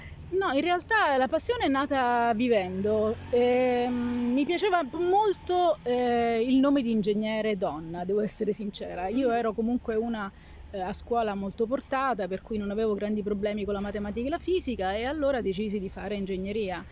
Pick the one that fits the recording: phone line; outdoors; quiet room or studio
outdoors